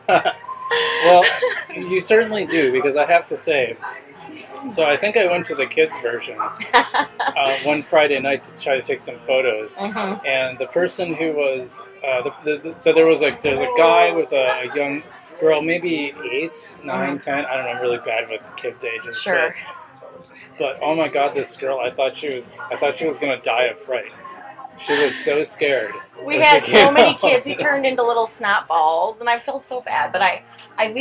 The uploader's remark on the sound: Live at Daly's